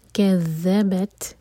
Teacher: یہ ذال زبان اوپر والے دانتوں کو ٹچ کرے گی. کذبت، تا ساکن پر ہمز سانس جاری رکھیں گے.